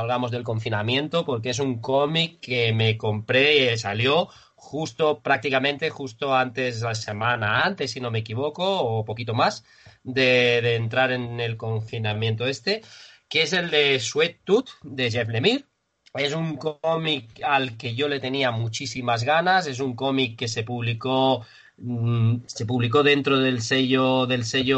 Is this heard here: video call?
yes